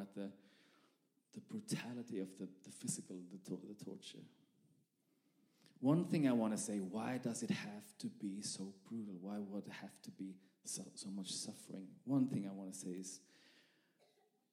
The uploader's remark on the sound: This message was recorded live at our Malmö Gathering.